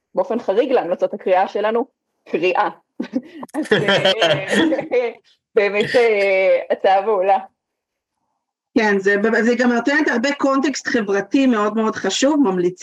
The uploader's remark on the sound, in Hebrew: הקלטת הפרק התרחשה בזום ולכן האיכות לא בשיאה.